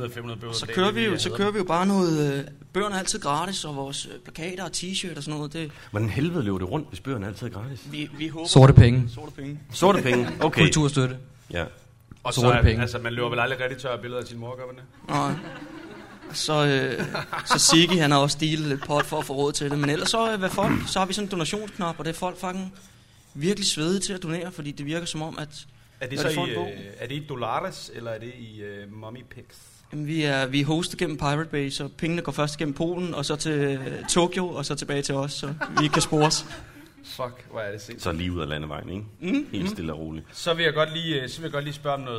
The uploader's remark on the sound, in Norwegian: Live på Skipperlab.